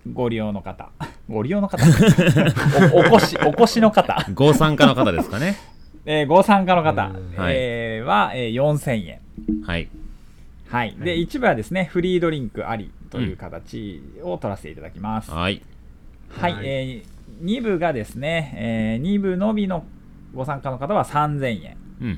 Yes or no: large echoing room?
no